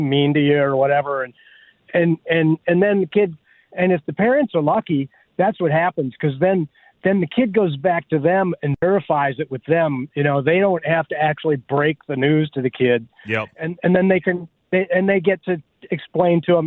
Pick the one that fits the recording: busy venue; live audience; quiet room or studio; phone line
phone line